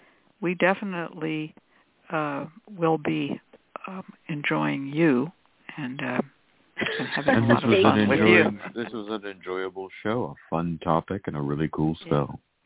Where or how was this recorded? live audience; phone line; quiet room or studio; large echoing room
phone line